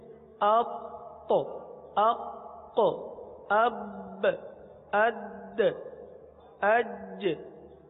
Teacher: قلقلہ کبرا، قلقلہ مشددہ بڑا قلقلہ، اس کے اندر آواز جم کر، آواز میں جماؤ پیدا ہوتا ہے، جماؤ پیدا ہونے کے بعد پھر قلقلہ ہوتا ہے، جیسے اق اق اب اد اج.